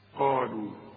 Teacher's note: القاف دي اعلى درجات التفخيم اللي بعدها الف، قالوا ورقى قوي اللام اللي بعدها.